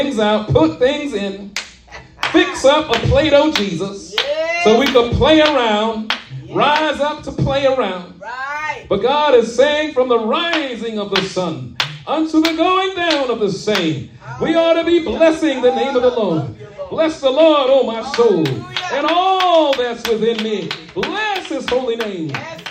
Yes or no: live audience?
yes